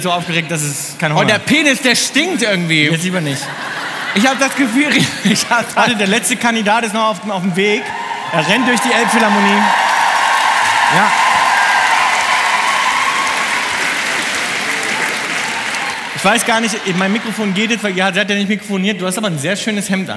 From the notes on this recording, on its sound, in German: Unter donnerndem Applaus betreten die beiden die mit Rollrasen und Gartenzwergen bestückte Bühne der Elbphilharmonie in Hamburg! Live-Episode in der Elphi.